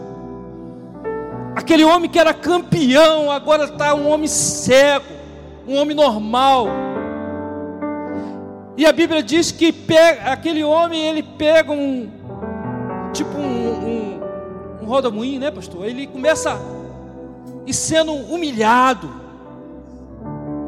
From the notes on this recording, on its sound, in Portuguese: CULTO DE LOUVOR E PALAVRA AO VIVO.